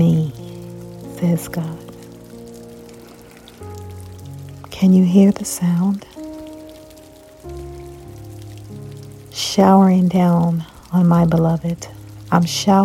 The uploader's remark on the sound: Can you hear the sound of rain?